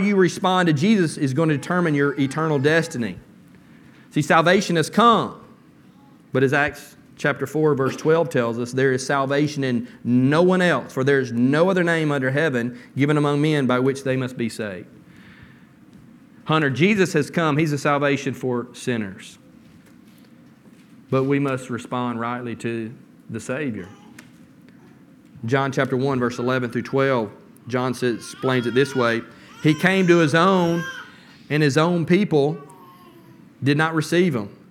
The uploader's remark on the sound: From the pulpit of Beaver Baptist Church in Brighton, Tn.